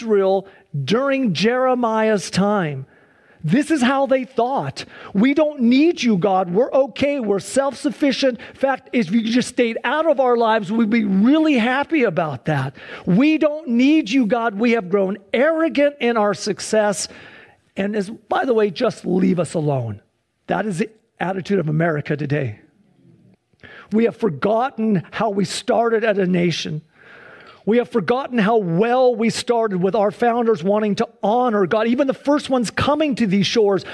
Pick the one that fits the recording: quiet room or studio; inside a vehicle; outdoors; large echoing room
large echoing room